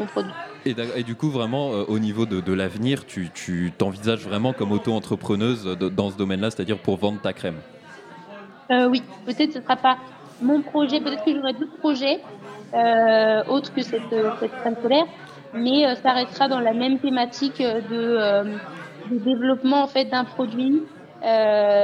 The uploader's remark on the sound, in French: En direct du café de l'Atheneum, centre culturel de l'Université de Bourgogne, Radio Dijon Campus a proposé une émission spéciale à l'occasion de la Semaine CREATIV'.